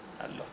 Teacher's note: همزه حذف میشه و دو تا لام کنار هم دیگه در هم ادغام میشن و میشه الله